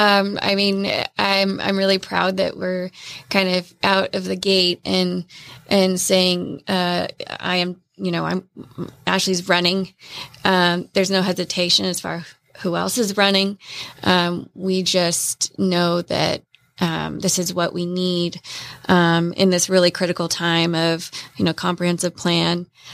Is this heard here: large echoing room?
no